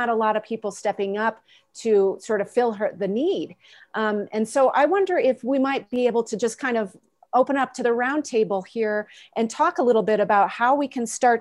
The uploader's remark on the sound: We partnered with the Rural America Chamber of Commerce to host a live virtual event, bringing some of these problem-solvers together.